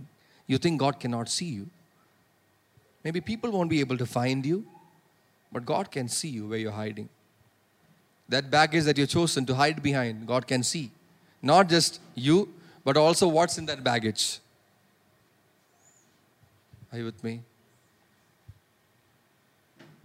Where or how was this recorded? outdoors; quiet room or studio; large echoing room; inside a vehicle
large echoing room